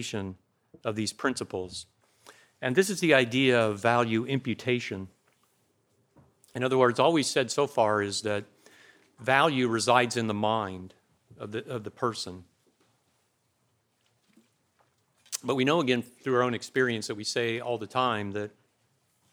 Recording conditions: large echoing room